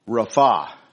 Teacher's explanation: the correct Hebrew pronunciation is Rapha, accent on the second syllable.